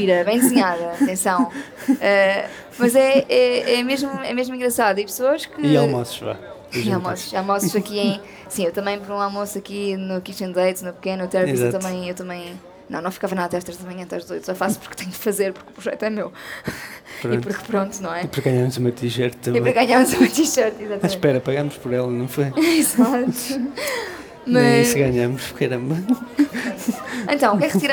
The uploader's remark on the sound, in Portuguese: Ao vivo na Cidade do Zero 2023